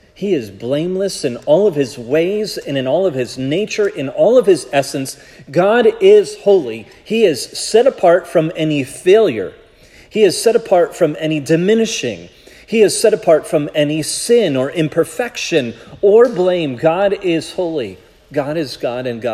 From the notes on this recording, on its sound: This sermon was preached at Providence Church